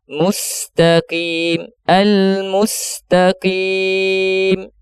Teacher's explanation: ketika kita melafadzkan mim harakat dhammah, dimonyongkan bibirnya, kemudian ketika masuk ke sin dinormalkan lagi